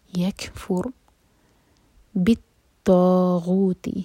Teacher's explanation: فمن یکفر، کیف سکون پر حمز، اور را سکون ہیوی ہوگا کیونکہ اس سے پہلے ہے دمہ